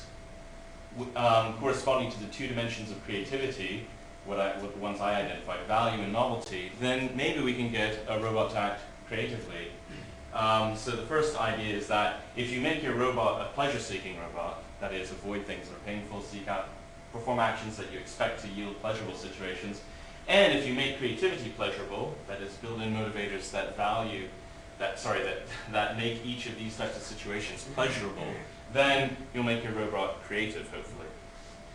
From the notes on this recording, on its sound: This is a lecture I gave at Goldsmiths College in London on May 16th 2006 as part of a Workshop on Computational Models of Creativity in the Arts .